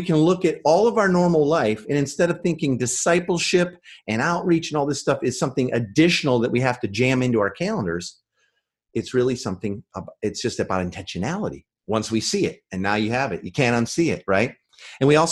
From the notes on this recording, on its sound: This is the audio from the Live training we did online.